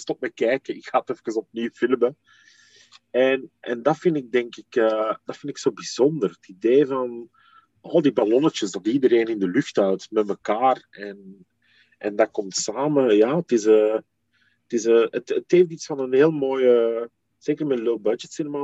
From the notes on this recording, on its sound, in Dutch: Het interview werd gedaan via zoom.